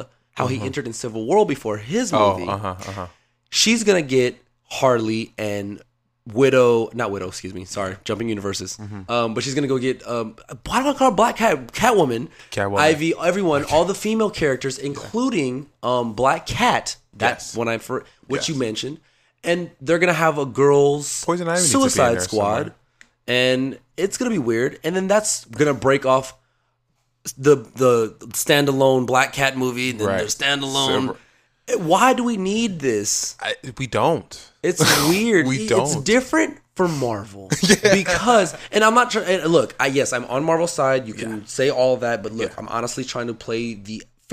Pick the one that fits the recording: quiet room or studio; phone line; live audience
quiet room or studio